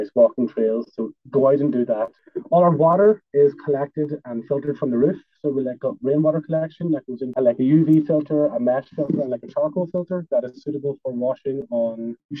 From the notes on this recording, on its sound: There are some sound issues in this episode